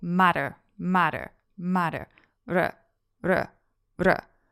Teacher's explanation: the single r in Italian, which is actually the same as the T in the American pronunciation of words like matter